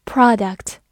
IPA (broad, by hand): ˈprɑːdʌkt